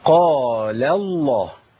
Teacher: انا عندي القاف مفخمة واللام مرققة في النص · Term: تفخيم اللام